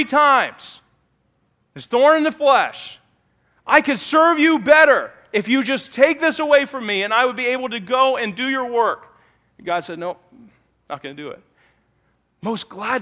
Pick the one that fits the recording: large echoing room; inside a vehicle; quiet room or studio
large echoing room